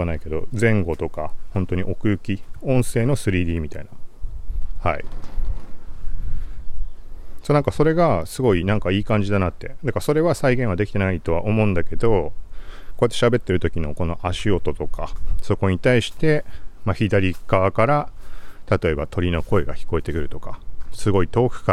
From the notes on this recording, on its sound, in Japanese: TASCAM DR-07X録音テスト。外。TASCAM DR-07X使って外で喋りながら録音テスト。TASCAM DR-07X ・iPhone 11 Pro ボイスメモ録音 ・入力レベル75(MAX90) リミッター ・エフェクト/低域カットなし ・単一指向性 X-Yモード ・風防あり ・20cmくらいの距離 ・ミニ三脚手持ち。